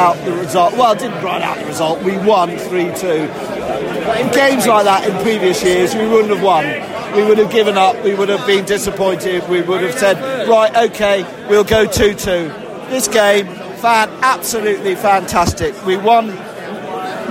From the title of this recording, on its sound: post-match podcast from the pub